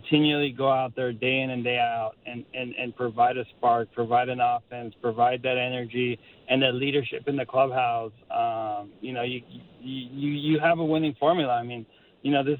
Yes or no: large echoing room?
no